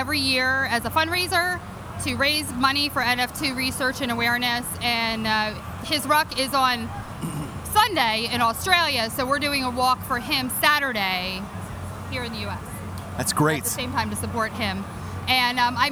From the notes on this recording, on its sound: Live from Philly at the Eagles home opener. 6 members from stadium security show up.